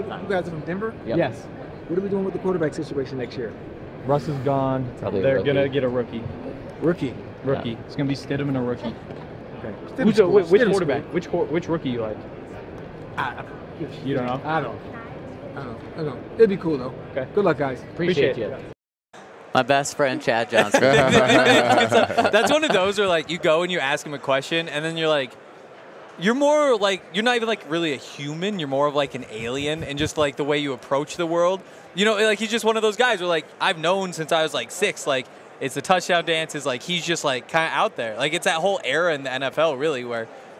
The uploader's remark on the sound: Capping off the week at Radio Row is an action-packed show. LIVE from Super Bowl radio row.